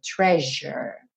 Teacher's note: esse S com som de J